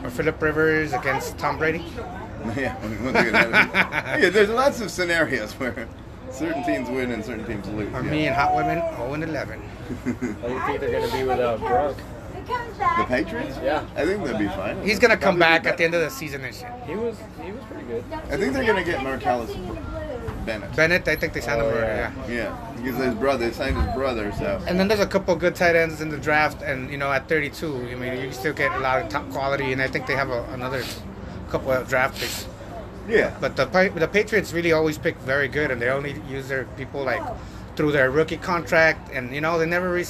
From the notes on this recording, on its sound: Live from Good Guys Tavern in El Cajon.